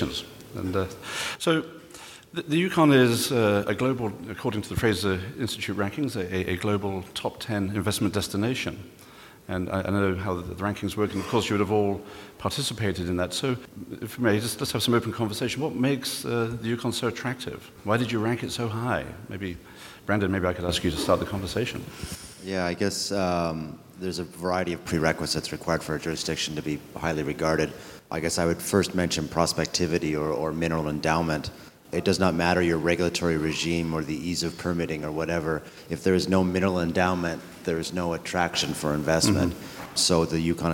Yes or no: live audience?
yes